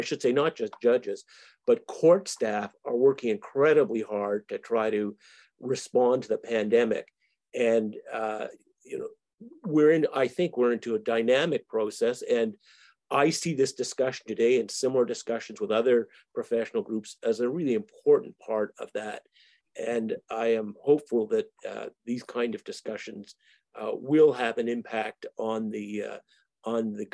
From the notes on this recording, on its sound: 5 hour virtual event, the panel of Ontario family lawyers hosted a live town hall for legal professionals and members of the public.